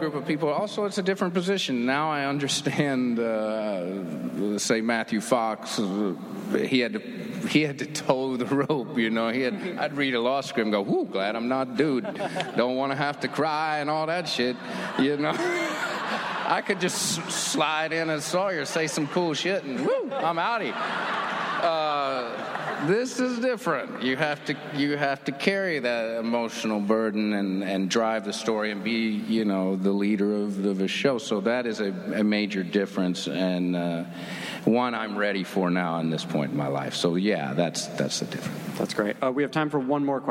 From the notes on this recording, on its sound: Recorded at NY Comic Con on October 9, 2015.